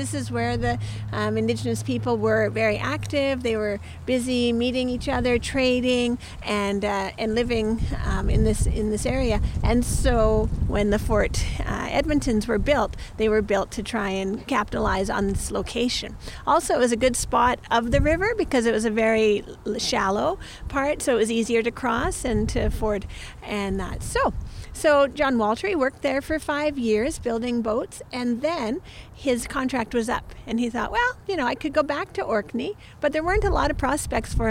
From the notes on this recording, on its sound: We take a live history walk into the river valley to examine the debris he found.